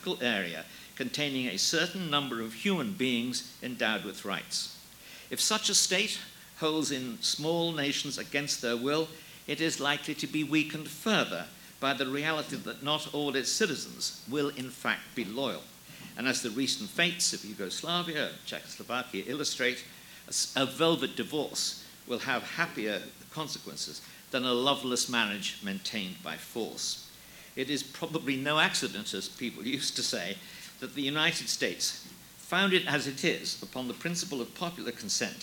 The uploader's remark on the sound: Audio taken from The New Criterion’s “Sovereignty or Submission” conference in Washington, D.